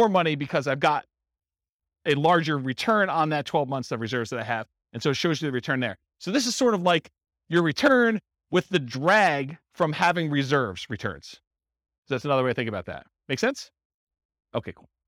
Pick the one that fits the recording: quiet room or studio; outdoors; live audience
live audience